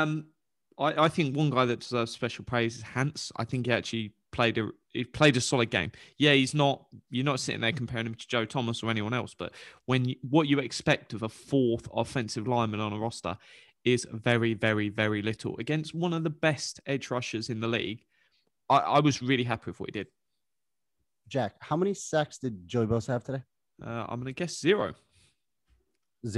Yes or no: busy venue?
no